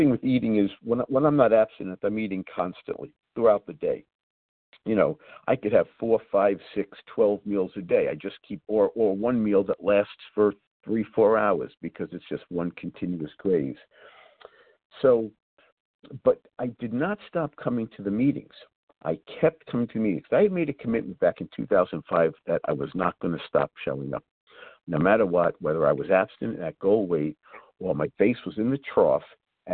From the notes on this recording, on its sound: 100 Pounders Phone Meeting.